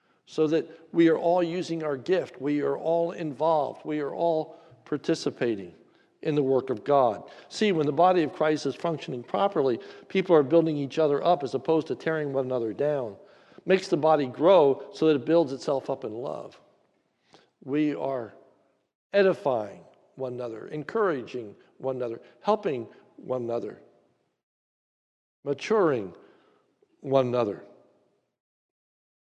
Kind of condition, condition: setting, large echoing room